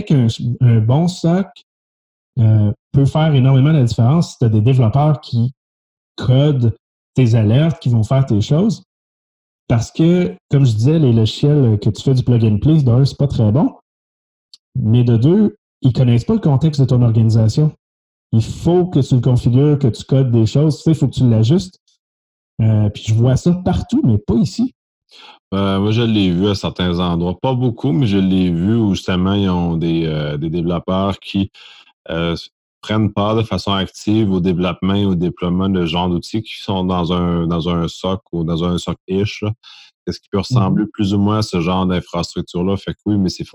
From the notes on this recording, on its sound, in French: Locaux virtuels par Zoom. Montage audio par Intrasecure inc. Locaux virtuels par Zoom.